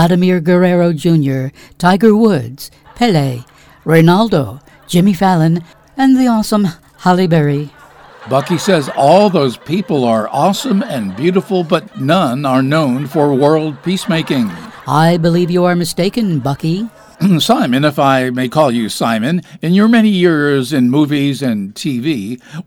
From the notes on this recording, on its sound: Live from the Stranded Theater in New York City.